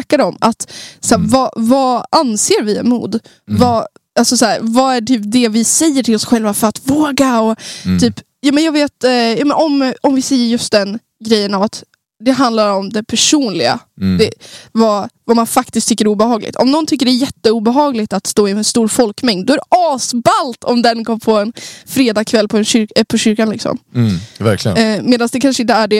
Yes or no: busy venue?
no